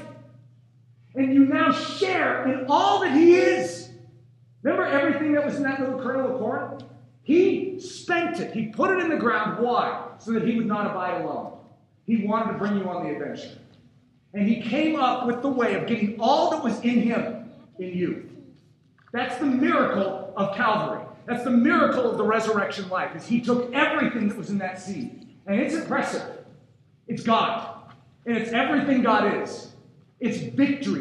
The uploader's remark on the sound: please forgive us for the audio quality of this sermon